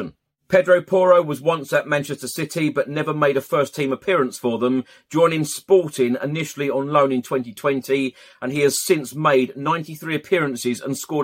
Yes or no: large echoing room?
no